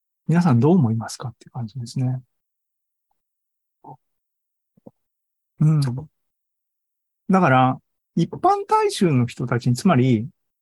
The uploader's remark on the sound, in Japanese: ２０２３年６月２４日に開催した ZOOMライブの模様です